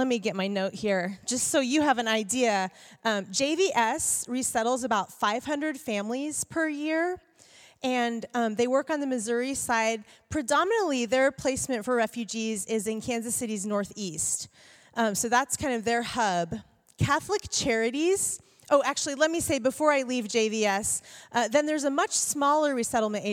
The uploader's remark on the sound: Q & A Recorded 18 February 2016 Brookside Campus